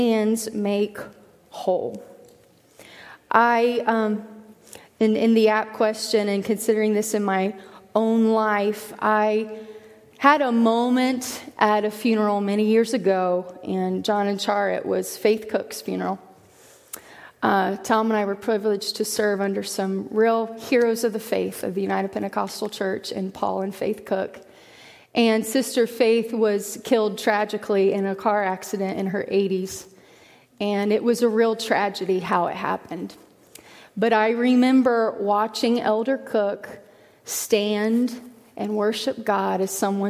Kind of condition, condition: setting, large echoing room